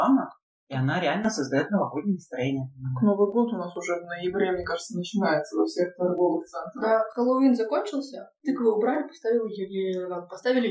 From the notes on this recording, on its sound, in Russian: Звук в выпуске чудит. Не стали рисковать и делать дубль 2.